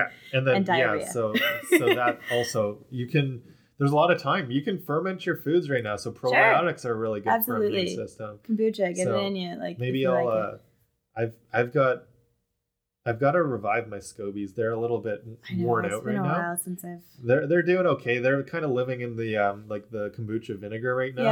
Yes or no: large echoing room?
no